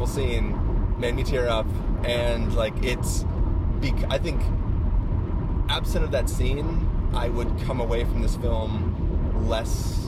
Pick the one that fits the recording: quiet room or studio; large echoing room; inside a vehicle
inside a vehicle